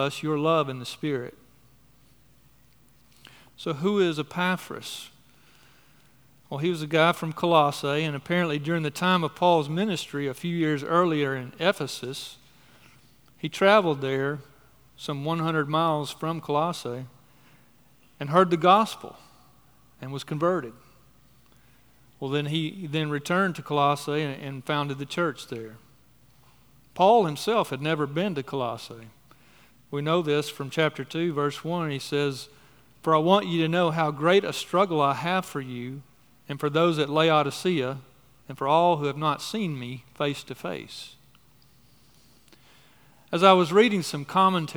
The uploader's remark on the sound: on the morning of July 9, 2023, at Chaffee Crossing Baptist Church in Barling, AR.